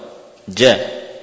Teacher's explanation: Kalau jim termasuk huruf syiddah, ya termasuk huruf syiddah. Ya, ini kuat tekanannya. Nah, tidak ada desis · Term: huruf jim